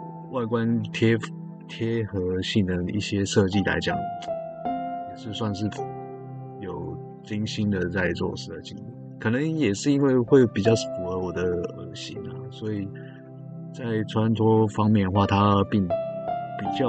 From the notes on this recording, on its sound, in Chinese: Soundcore Liberty Air pro2 機車通勤 通話品質測試。他在通話品質方面,其實表現的差強人意,沒有因為他比較大支一點,收音就比較好,只能說是普普。